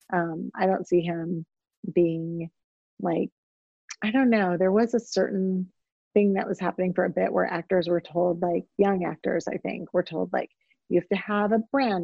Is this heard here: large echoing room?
no